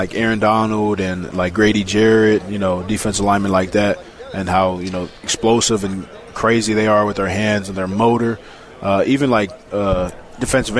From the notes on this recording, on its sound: LIVE from Big-12 Media day